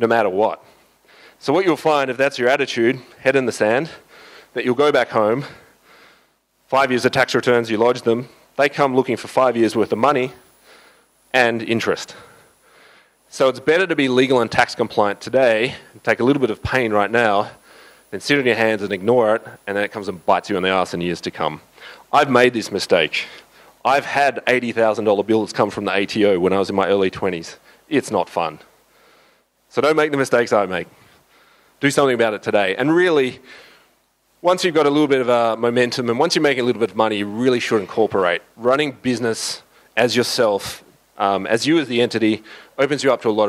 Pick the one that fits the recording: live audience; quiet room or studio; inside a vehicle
live audience